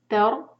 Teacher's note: heavy غبرہ آخر میں ہا کا ساؤنڈ واضح آیہ 41 تر را کے اوپر سکون ہے اور اس سے پہلے فتح ہے تو را کو ہم بھاری پڑھیں گے تر ہا او ہا قاف ہیوی ہا دو حرکہ مد طبعی